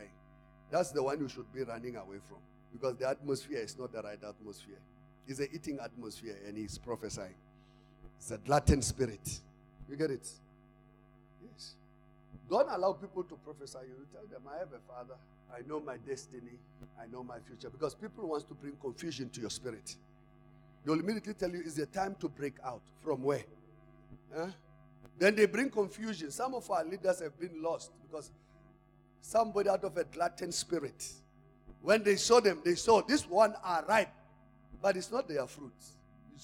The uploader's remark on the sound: Service: Church Growth Conference Day 2 (Session 1). Campus: Arcadia Campus.